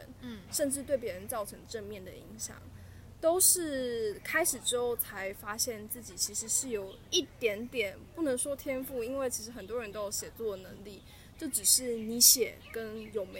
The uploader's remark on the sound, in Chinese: 不得已在戶外錄音，聲音品質請大家包涵ＱＱ